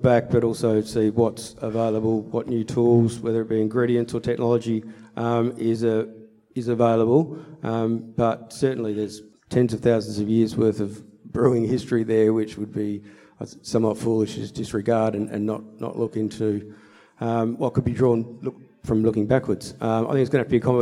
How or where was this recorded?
busy venue